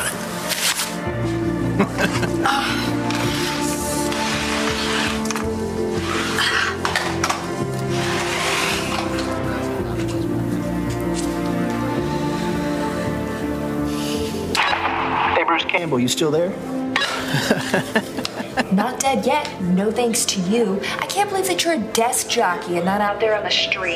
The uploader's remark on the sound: at the 2023 Drinkin' Bros Christmas Party